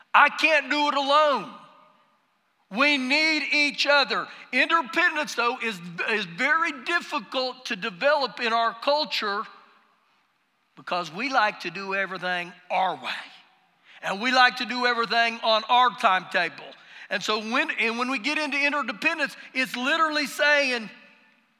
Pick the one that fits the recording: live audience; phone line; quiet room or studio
live audience